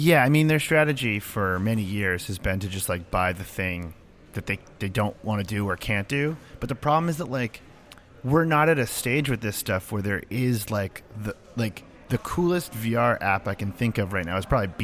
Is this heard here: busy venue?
yes